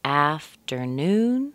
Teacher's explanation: That's a nice strong sound, but not as strong as noon. Afternoon, the T-E-R, that's where we hear the weak stress. Afternoon. And that T-E-R, that weak stress, the T has an F in front of it.